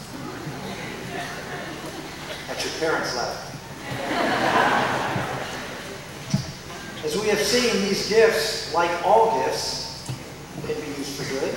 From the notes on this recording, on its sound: delivered the commencement address to the 2003 graduates of Christendom College